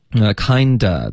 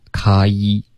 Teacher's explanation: Kind of 的这个卡一双元音再滑动的饱满一点